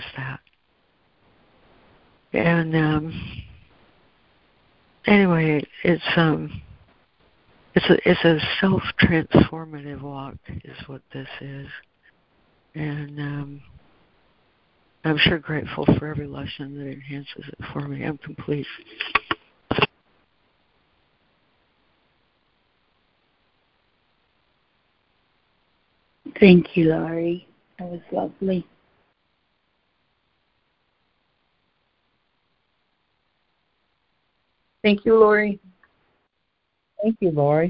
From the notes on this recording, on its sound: ACIM Daily Conference Call.